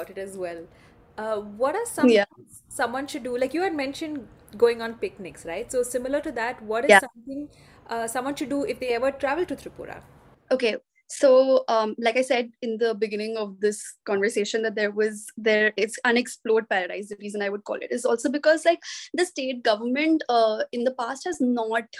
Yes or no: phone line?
no